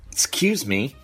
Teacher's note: So we would say, excuse me, but in a really angry tone of voice. So it's passive-aggressive.